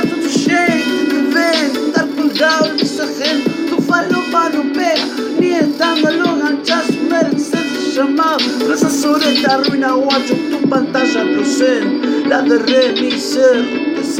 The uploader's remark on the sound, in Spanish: Grabación casera con celular